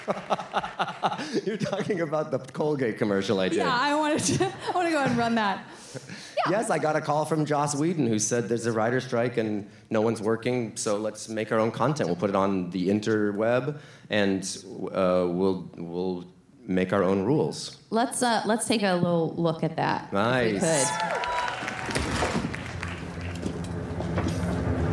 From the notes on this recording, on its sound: the audio from January's SF Sketchfest